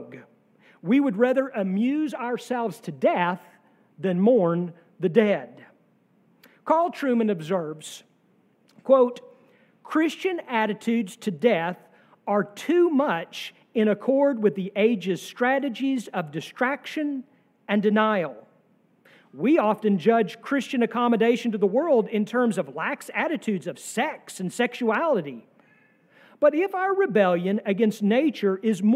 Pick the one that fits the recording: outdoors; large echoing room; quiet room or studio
large echoing room